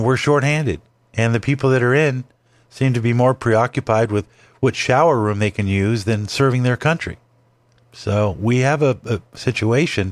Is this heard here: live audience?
no